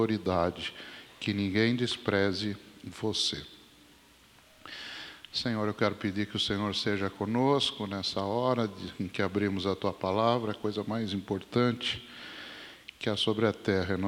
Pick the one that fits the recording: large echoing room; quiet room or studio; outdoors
large echoing room